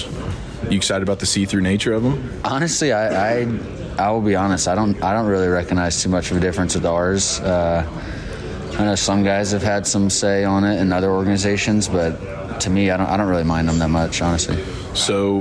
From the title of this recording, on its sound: live from Spring Training